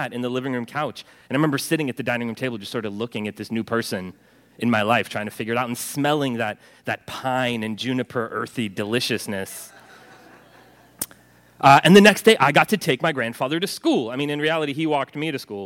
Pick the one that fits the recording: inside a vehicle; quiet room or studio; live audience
live audience